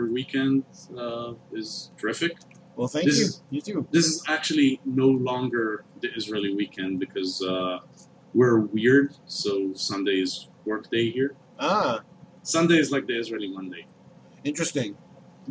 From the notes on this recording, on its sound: Apologies if the sound quality isn’t up to snuff